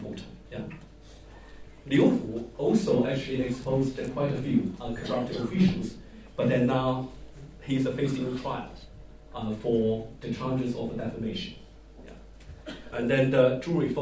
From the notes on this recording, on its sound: LSE SU China Development Forum 2014. Held at LSE. Attended by over 400 delegates.